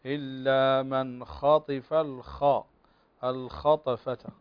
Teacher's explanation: فخم الخاء الثانية كما فخمت الخاء الأولى